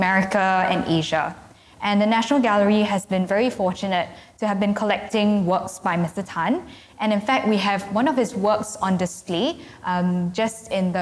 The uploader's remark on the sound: It was recorded live in October 2018 at National Gallery Singapore .